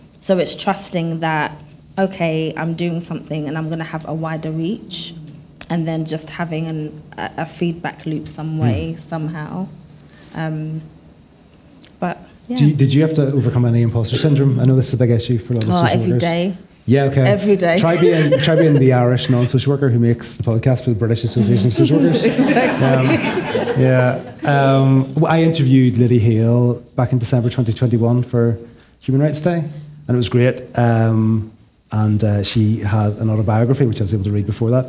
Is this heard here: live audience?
yes